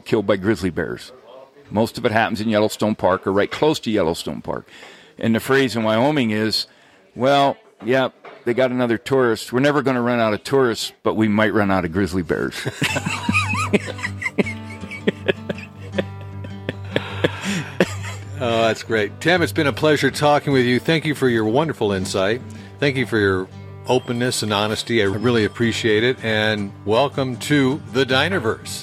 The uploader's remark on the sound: Episode eleven was recorded at Yankee Doodle's Cafe in Alpine, Wyoming, just south of Jackson Hole.